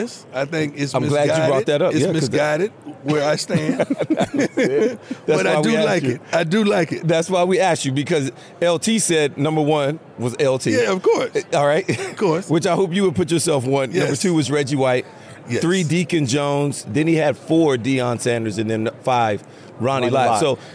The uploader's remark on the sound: live from radio row for Super Bowl LVII